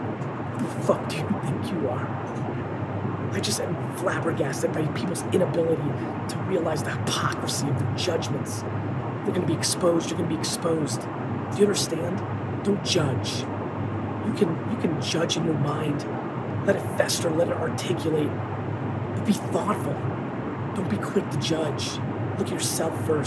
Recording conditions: phone or laptop microphone